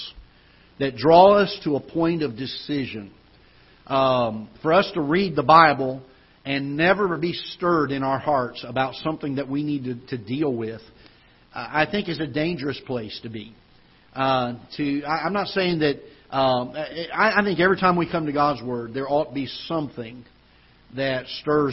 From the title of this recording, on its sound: Ketha Heights Baptist Church ~ Live Broadcast